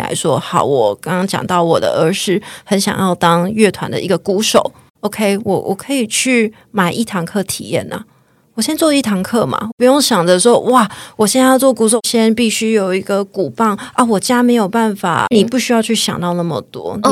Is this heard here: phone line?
no